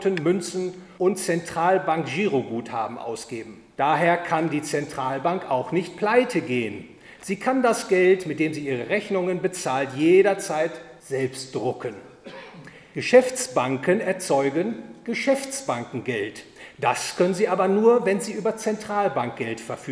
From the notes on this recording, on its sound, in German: Aufgenommen auf dem Forum Freiheit der Friedrich August von Hayek-Gesellschaft am 14. Oktober 2020 in Berlin.